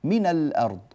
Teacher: في حالة الوصل، في حالة وصل الكلام بعضه ببعض، نحن لا نأتي بهذه الألف، تسقط في درج الكلام لأنها لا حاجة لها، اللام لم تعد ساكنة في أول الكلام بل صارت ساكنة في درج الكلام، تمام؟ · Term: همزة الوصل